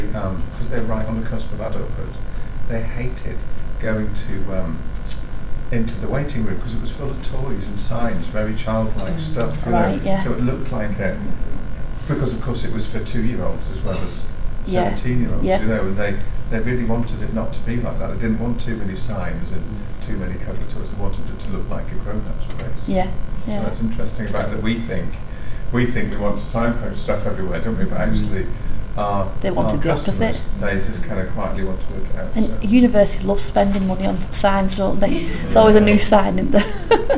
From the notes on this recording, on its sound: The Northern Mental Health Nursing Qualitative Research Forum. The following session was recorded at their second event on Thursday 13 October 2022.